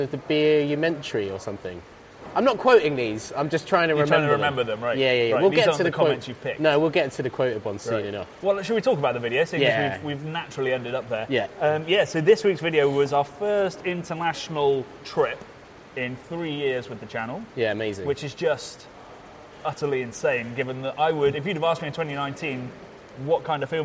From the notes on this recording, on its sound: We're on location for this week's episode, as we come at you live from the Track Brewing taproom